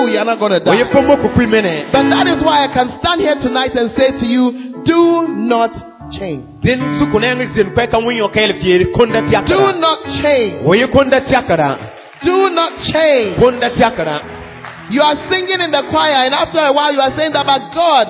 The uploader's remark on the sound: Preached at LCI Jesus the Truth Cathedral, Bawku